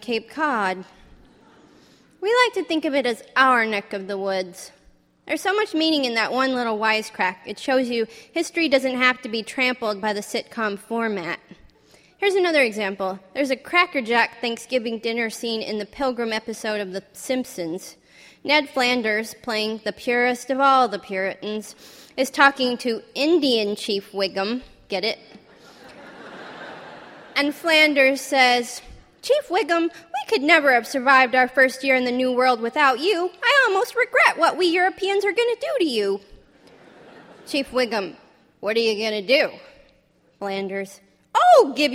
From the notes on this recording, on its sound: Stories recorded during our 2007 live tour. Went on the road with us to New York, Boston, Minneapolis, Chicago, Seattle, and Los Angeles; and performed brand-new stories in front of sold-out audiences.